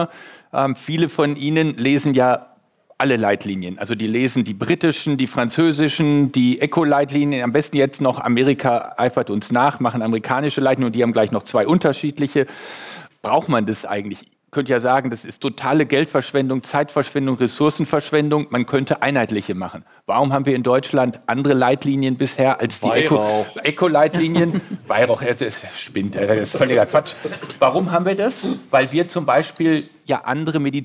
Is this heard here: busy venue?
yes